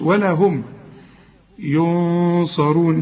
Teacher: هم اقفل شفايفك في المين دي ولا تغنه